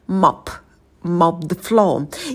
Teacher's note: На звуке «м» можем посидеть подольше, потянуть его, потом краткий «о». Долго на нем не сидите.